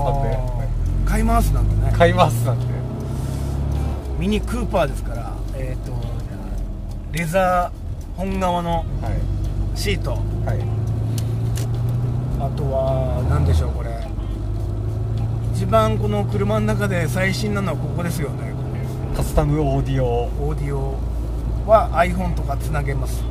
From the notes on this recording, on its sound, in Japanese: 今回は最初で最後のMyミニクーパーで収録！